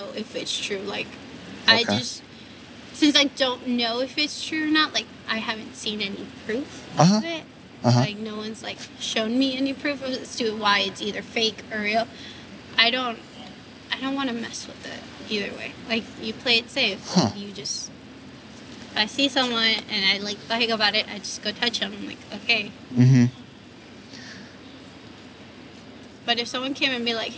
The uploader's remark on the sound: Location: San Antonio, Texas. Recorded w/Go-Pro.